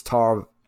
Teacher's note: The second syllable is not accented.